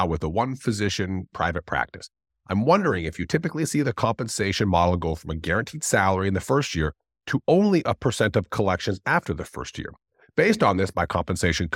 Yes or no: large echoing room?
no